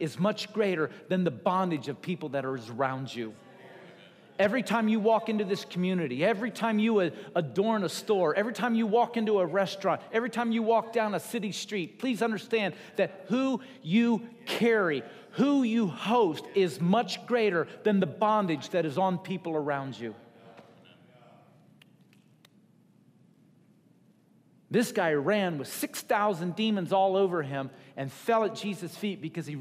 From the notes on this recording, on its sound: Recorded at Wellspring Church of the Nazarene, Evansville, IN.